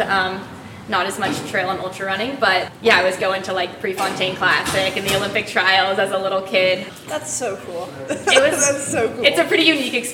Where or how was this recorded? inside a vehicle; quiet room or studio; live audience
live audience